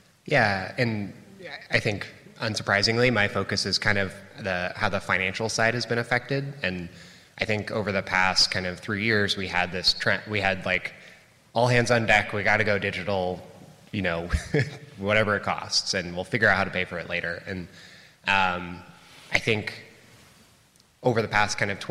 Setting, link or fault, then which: setting, live audience